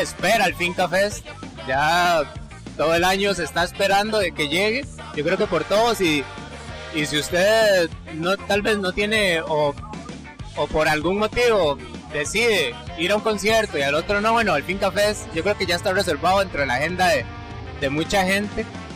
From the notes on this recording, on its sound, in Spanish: El episodio se graba en la fiesta pre-finca fest, con la participación de los organizadores del festival y algunas de las bandas que estarán presentándose en la 5ta edición del Finca Fest.